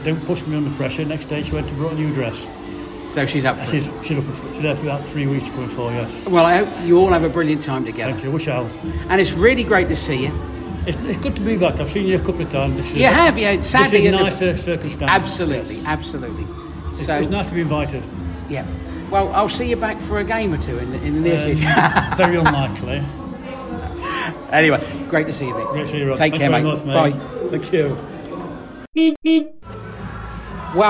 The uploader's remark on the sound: travels to the club annual dinner to interview club members from all teams